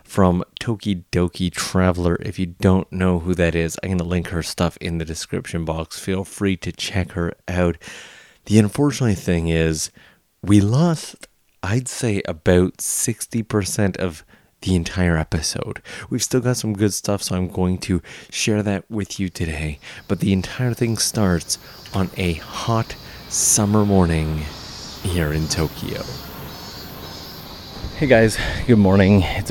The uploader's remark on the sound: The goal was simple, to record a nice day out in Tokyo with a good friend.